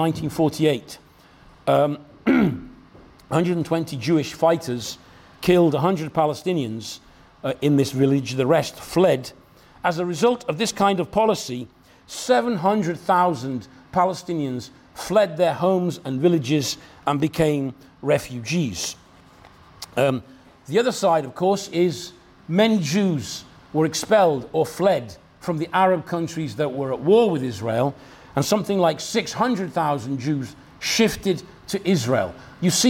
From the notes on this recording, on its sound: talk from Revolution Festival 2019